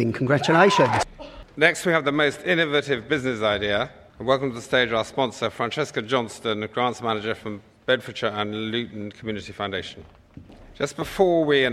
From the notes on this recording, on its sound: The Awards event was held at the Weston Auditorium of the University of Hertfordshire